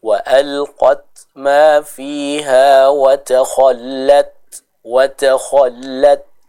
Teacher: sifat syiddah yang kita dahulukan, setelahnya baru kita baca sifat hamasnya